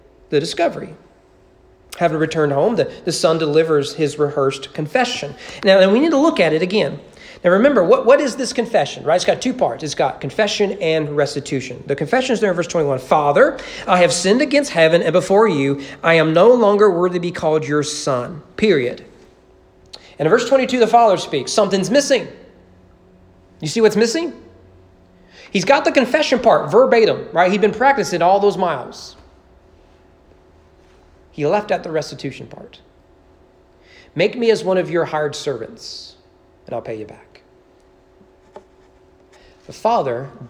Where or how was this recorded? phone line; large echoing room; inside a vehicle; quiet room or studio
large echoing room